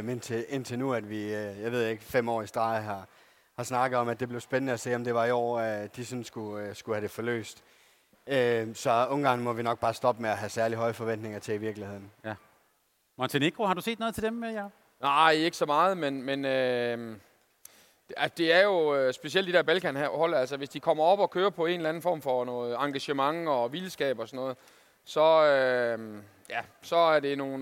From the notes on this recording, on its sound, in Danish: Live fra Boxen. Torsdag var vi på plads på scenen i Fanzonen i Boxen forud for Danmarks første kamp i mellemrunden mod Japan. Foran et live publikum.